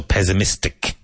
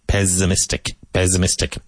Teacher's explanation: even though it's spelled with two S's, it sounds like a Z